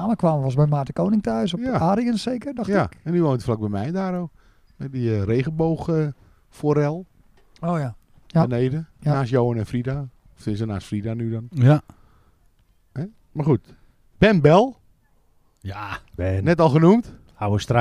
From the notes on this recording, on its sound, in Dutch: De eerste aflevering van ons tweede seizoen is opgenomen in de buitenlucht. Vanaf het prachtige terras op de Krom met zicht op de velden.